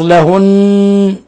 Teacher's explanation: نون مشددة تغن مقدار حركتين · Term: الغنة